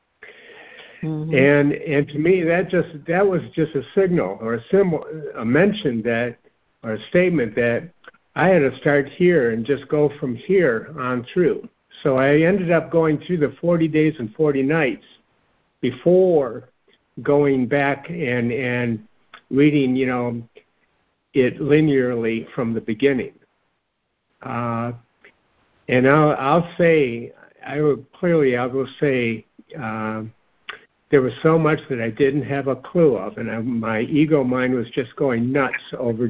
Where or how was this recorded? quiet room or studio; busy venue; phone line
phone line